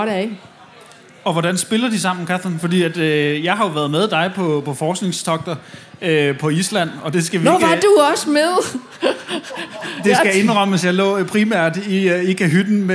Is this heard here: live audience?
yes